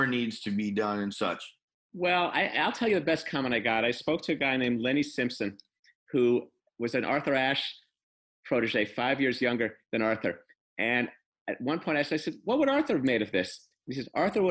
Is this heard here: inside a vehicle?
no